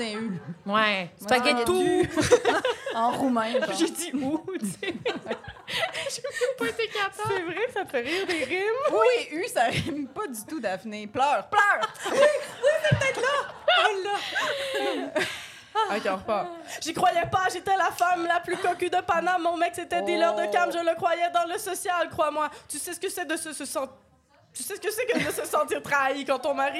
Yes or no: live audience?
yes